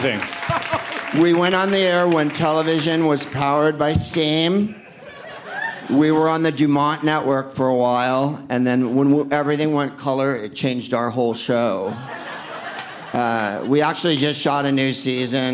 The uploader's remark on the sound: Live from the Esther’s Follies in Austin as part of SXSW